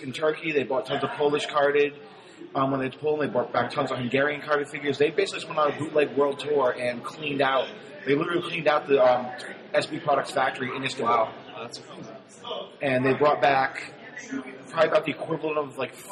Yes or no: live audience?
yes